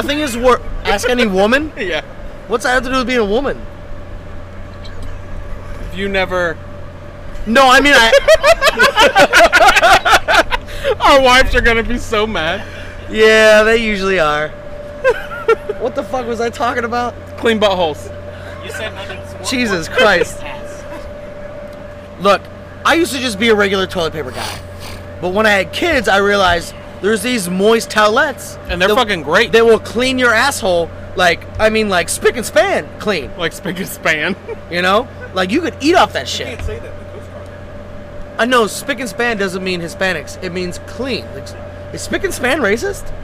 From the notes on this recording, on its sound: Round 2 of recording on Pier Alpha in GTMO.